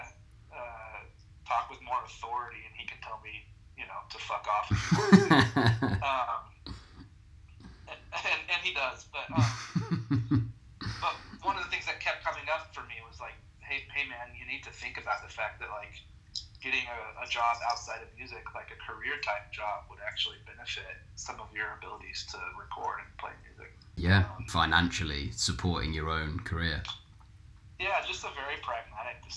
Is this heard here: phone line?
yes